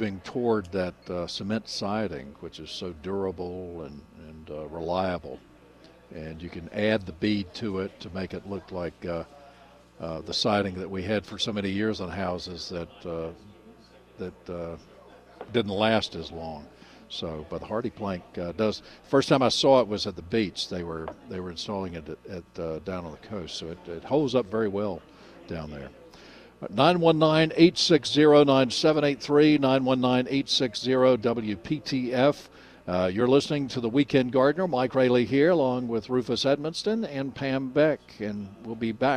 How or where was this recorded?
busy venue